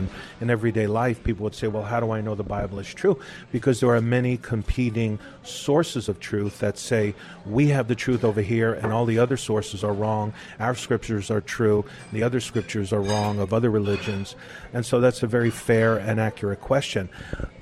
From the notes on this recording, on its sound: We’re continuing our talk at a local café